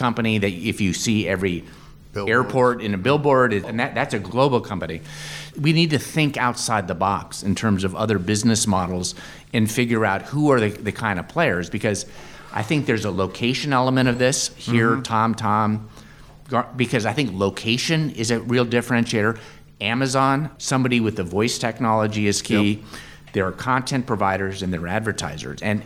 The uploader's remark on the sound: Recorded live at the COVESA Connected Car meeting in Detroit.